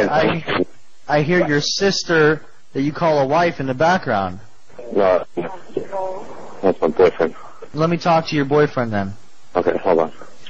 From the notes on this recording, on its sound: Prank Phone Calls